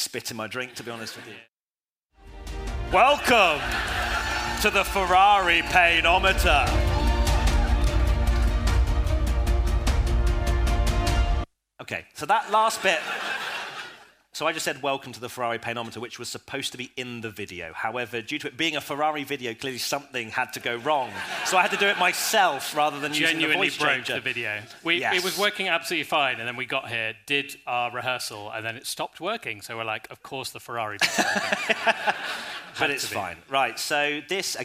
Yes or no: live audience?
yes